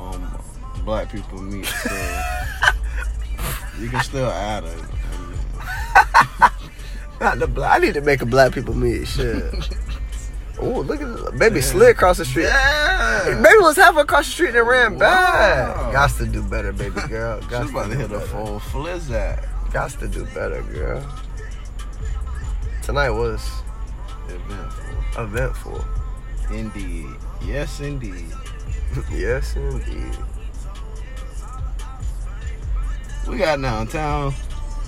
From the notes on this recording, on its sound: Coming LIVE from the Humbly Mobile.